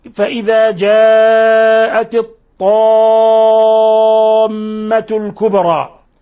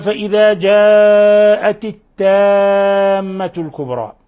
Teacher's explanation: هذا الطاء حرف إطباق وحرف استعلاء، حرف مفخم · Shown in: first take